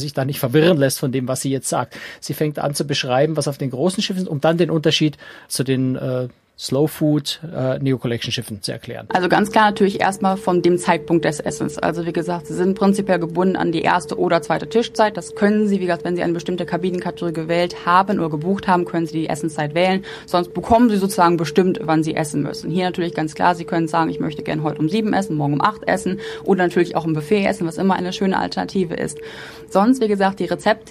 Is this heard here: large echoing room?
no